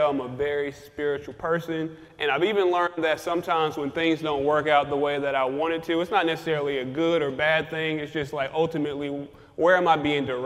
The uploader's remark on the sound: Live on location in Houston, TX at second annual Truck N' Hustle FreightFest we bring you a must watch panel.